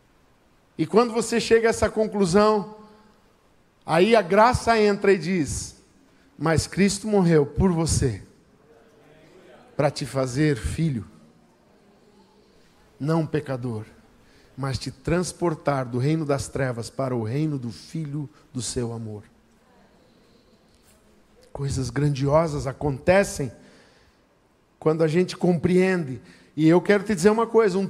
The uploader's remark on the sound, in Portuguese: Culto Especial de 29 anos Igreja ABA Blumenau. Na Igreja ABA Blumenau (Transmitido ao vivo).